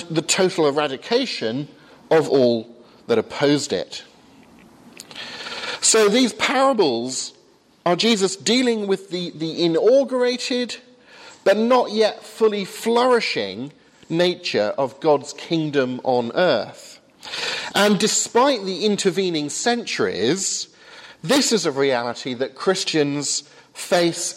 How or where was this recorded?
large echoing room